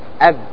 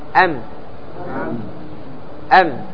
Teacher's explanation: عندما تقول أب يكون بضغط قوي، يكون بضغط قوي. عندما تقول أم يكون بضغط خفيف، الفرق بينهما الضغط على الشفتين. أب أم، لاحظ الشفتين في الباء تدخلان شوي للداخل، أب، هنا أم تكون هكذا للخارج.